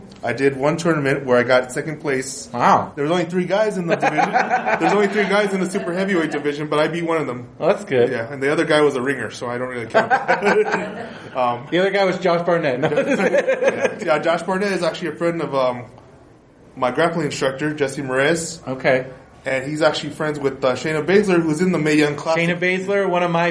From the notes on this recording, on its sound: live at Comic Con Palm Springs